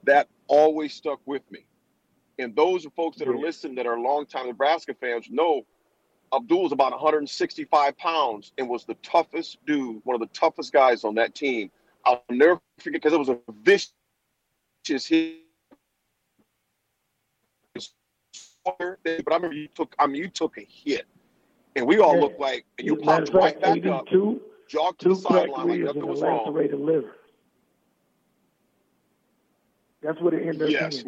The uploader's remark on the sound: calls in to round out our guests!